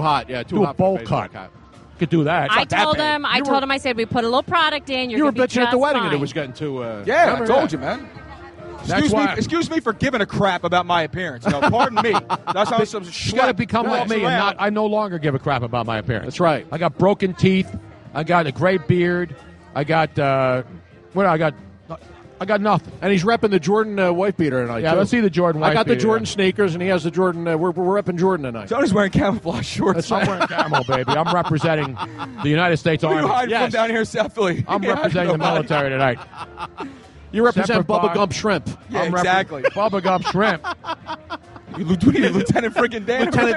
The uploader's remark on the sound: LIVE from SPhilly Passyunk Ave #DNC after party!